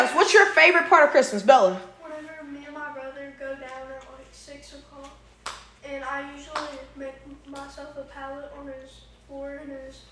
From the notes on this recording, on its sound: This message was recorded during the Adopted Youth Midweek Christmas Gathering!